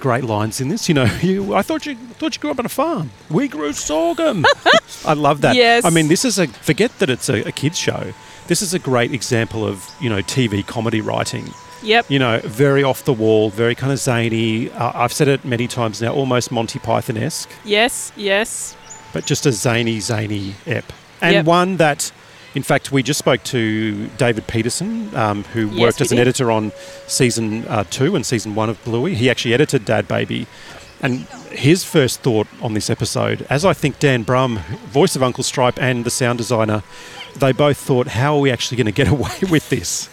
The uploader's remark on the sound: We grabbed the card table, and wound our way down to record a podcast ep at South Bank, right near the van! Culminating at the South Bank Parklands in Brisbane.